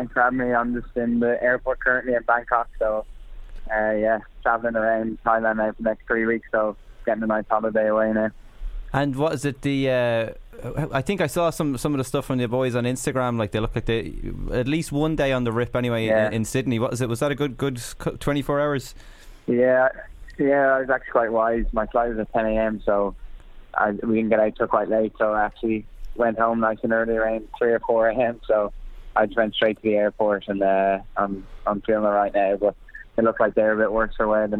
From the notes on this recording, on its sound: Phones in from Bangkok.